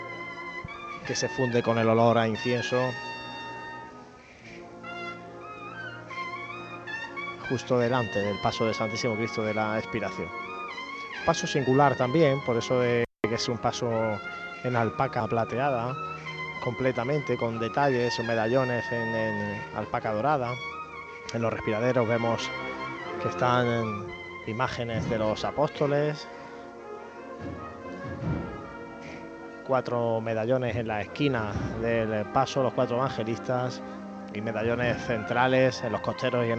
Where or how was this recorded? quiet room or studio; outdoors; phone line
outdoors